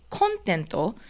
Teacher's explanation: 最初の母音の「O」にアクセントをつけると、まあ、内容とかこの内容はなんちゃらみたいな